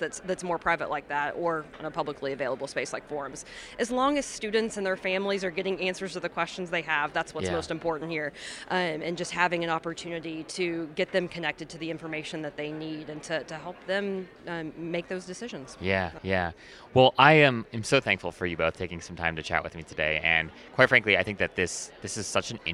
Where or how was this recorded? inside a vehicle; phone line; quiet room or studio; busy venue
busy venue